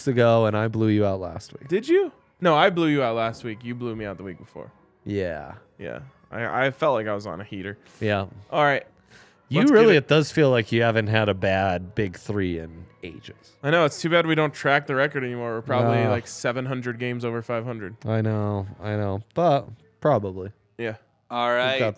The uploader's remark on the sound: come to you LIVE from the DNVR Bar